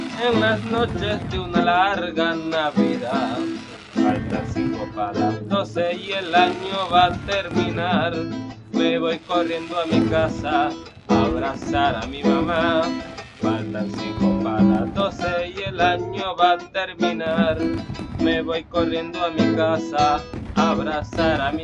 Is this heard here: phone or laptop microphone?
yes